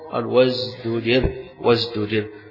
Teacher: وازدجر يقال فيها ما يقال فيما قبلها، أصلها وازدجر استجر. يبقى هنا التاء بعدها الجيم صعب، واحدة مهموسة والتانية مجهورة، فلذلك عبر بواحدة بين الاثنين تعطي المعنى ويكون سهلة في النطق